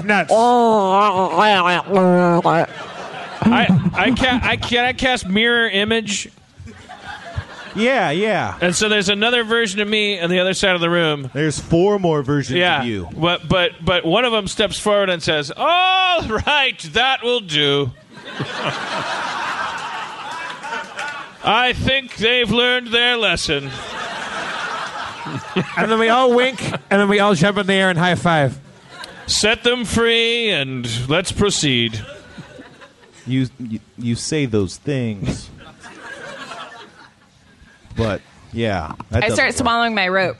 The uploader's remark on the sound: Live At Cobb's in San Francisco. Harmontown does the 13th annual San Francisco Sketchfest.